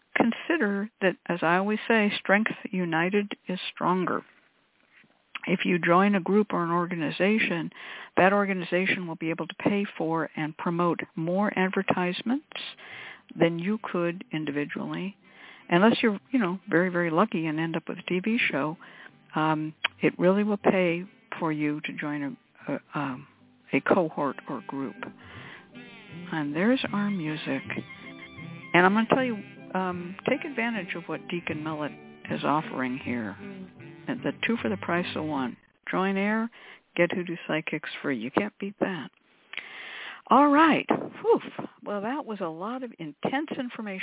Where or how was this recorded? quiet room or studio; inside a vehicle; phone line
phone line